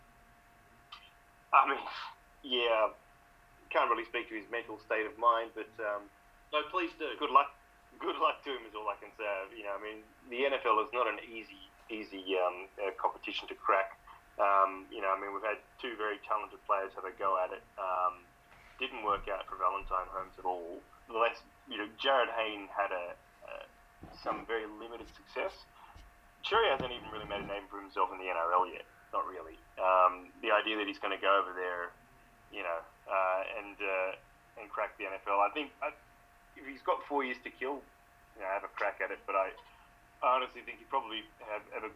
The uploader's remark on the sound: Today we run a special panel edition of the show through Zoom